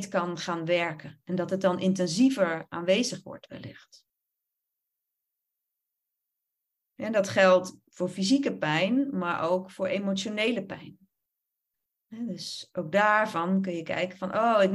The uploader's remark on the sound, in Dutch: opname webinar